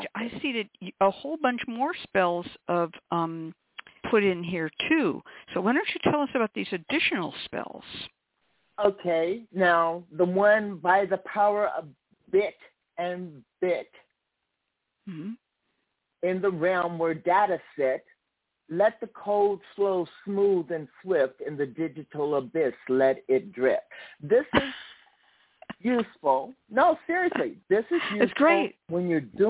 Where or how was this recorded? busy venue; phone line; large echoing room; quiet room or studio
phone line